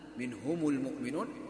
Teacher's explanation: إذا جاء بعد ميم الجمع حرف ساكن فإن ميم الجمع مباشرة تضم